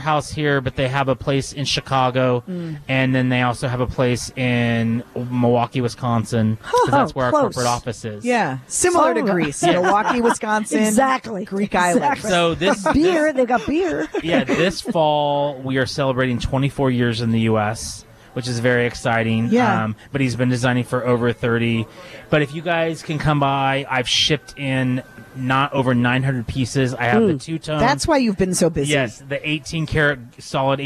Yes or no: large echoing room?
no